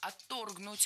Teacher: Ударение в этом слове ставим на второй слог.